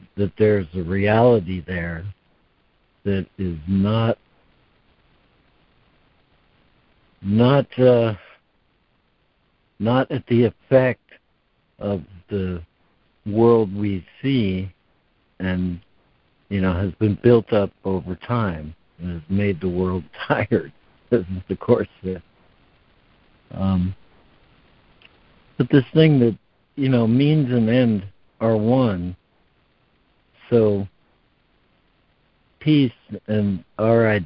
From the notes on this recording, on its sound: ACIM Daily Conference Call